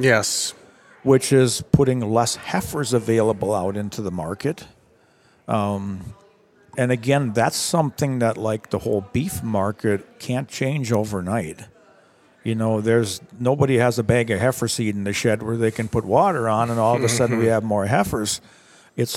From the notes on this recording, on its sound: We are broadcasting live from AgMarket.net's Farming for Profit, Not Price Conference in Nashville, TN.